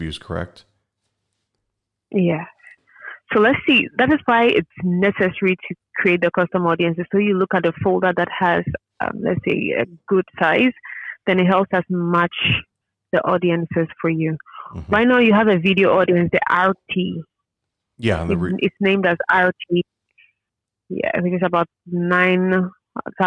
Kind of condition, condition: link, phone line